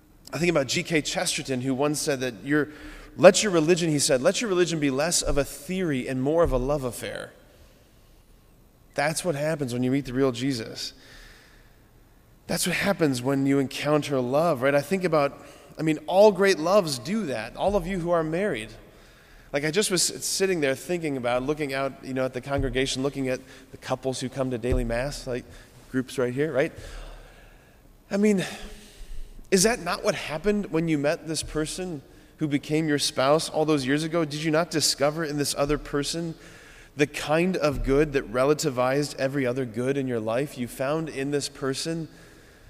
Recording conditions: large echoing room